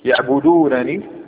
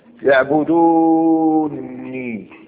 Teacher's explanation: تدغم النون نون الرفع في نون الوقاية · Shown in: second take · Term: الإدغام